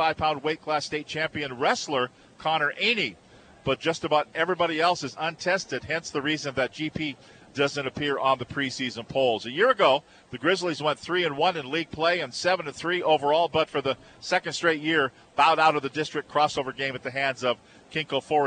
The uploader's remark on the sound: live from Veterans Memorial Stadium in Snohomish